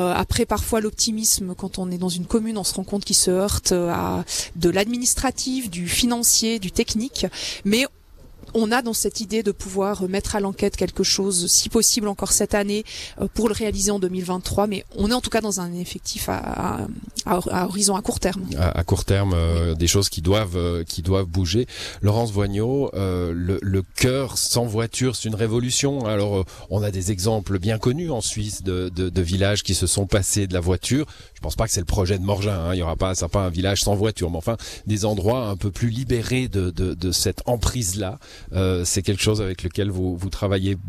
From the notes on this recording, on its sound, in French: Morgins. Emission en direct de la place du village.